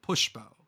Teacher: No L. But with like an SH sound, like Pushbo.